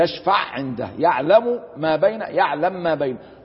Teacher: فإن السوسي يدغم، يسكن الأول ويدغمه في الثاني، فكل ما يعرف بالإدغام الكبير فإن الإمام السوسي يدغم هذين الحرفين في بعض.